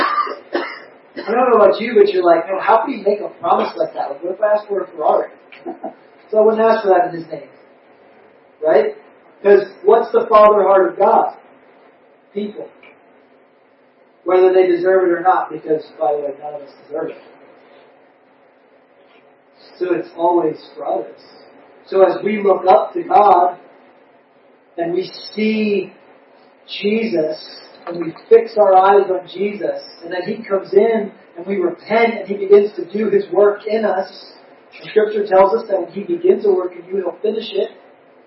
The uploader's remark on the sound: We apologize for the poor audio quality. We are working out the kinks in some new equipment.